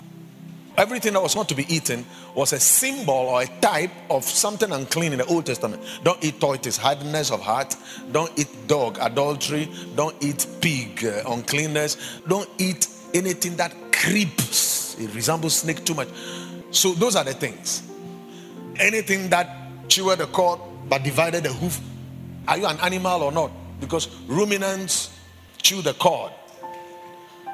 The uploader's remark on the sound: Preached at the Watered Garden Church.